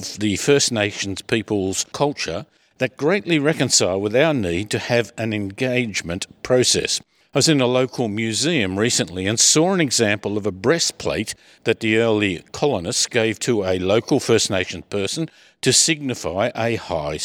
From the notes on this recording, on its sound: we come to you this week from Melbourne, Australia at the National Conference of the Australian Institute of Traffic Planning and Management